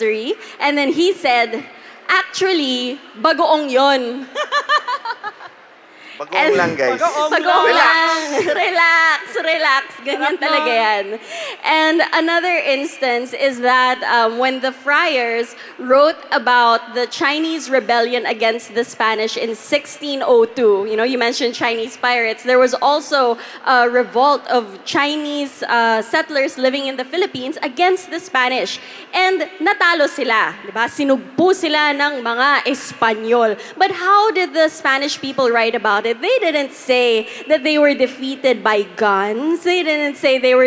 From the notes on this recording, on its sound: Live at the Hear For It podcast festival. Spoke at a live history panel at Hear For It, the first podcast festival in the Philippines.